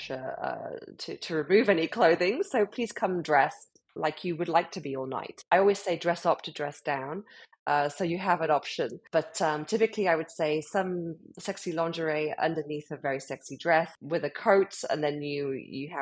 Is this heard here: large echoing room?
no